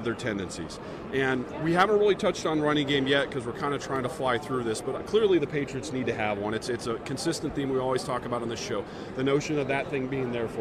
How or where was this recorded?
busy venue